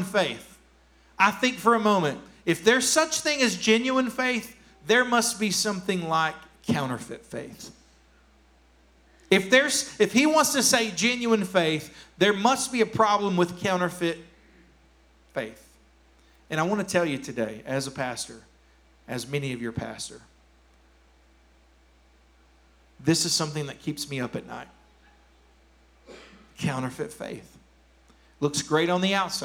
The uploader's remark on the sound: Here is a rebroadcast of our service from June 20th, 2021